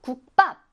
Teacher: 국의 받침이 기역이죠. 그리고 그 뒤에 바로 비읍이 옵니다. 그러면 이 비읍이 된소리 쌍비읍으로 소리가 난다라는 거예요. 국밥 이렇게 말안 하고 국밥.